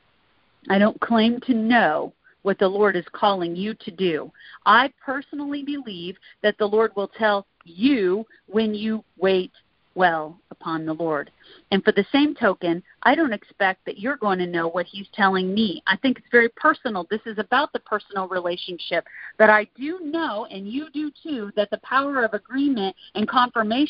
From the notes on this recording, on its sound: Recording from the weekly "Intercessors Arise!" conference/training call.